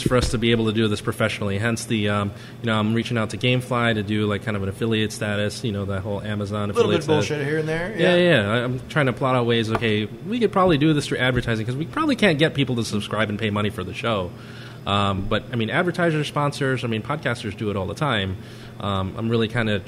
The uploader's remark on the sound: Recorded 11/30/14 Live at Cuvee Cellars Wine Bar in Elmhurst, IL